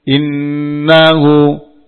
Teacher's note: Innahu nun tasdid. Ifgham bigunnah kamil. Ifgham dengan gunnah, dengung yang sempurna. Jadi nun tasdid inna ditahan beberapa saat.